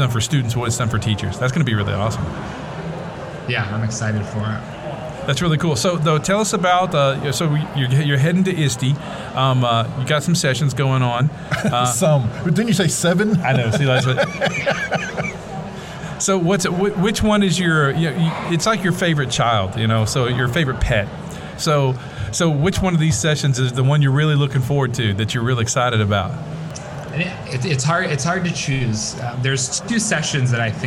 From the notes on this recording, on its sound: The guys are coming to you live from the Arkansas Department of Educations Summit 2019 in Hot Springs, Arkansas.